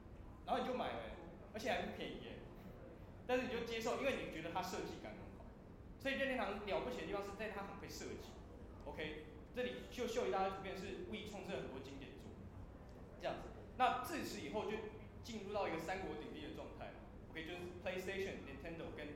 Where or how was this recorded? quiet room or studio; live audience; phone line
live audience